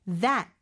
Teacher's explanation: 여기에는 마지막 T가 시옷 받침처럼 돼야 되고요